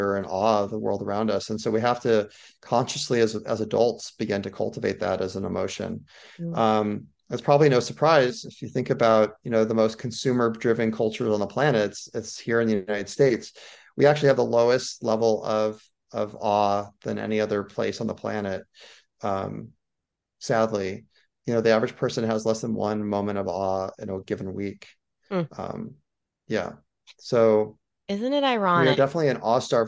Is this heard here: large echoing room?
no